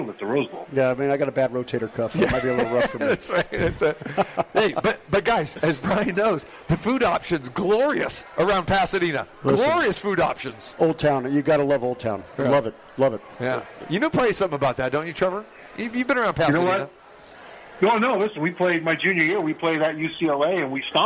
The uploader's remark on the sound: Live from The Cosmopolitan of Las Vegas.